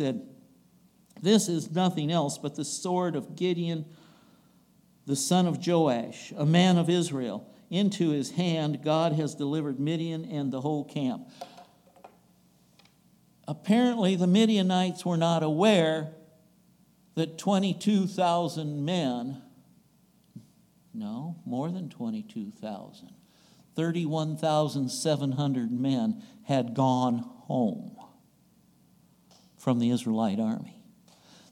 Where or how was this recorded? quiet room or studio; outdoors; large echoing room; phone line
large echoing room